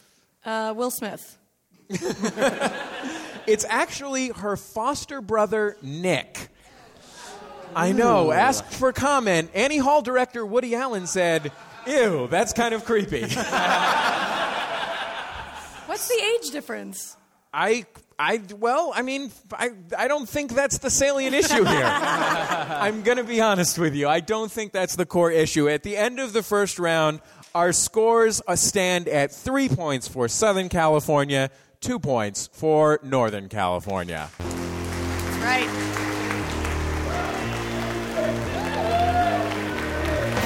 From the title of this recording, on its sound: Live in San Francisco